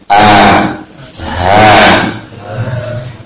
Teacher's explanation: Ini letak makhraj dua huruf ini tepat pada pita suara, ya. Sehingga suaranya ada getaran a, ha. · Term: aqsal halq